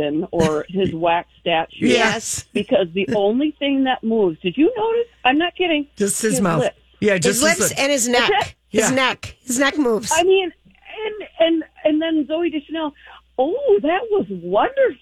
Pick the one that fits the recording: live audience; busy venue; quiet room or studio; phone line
phone line